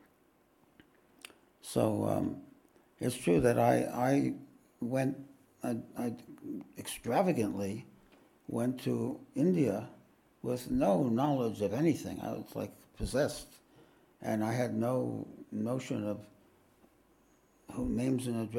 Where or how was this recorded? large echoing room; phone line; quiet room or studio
large echoing room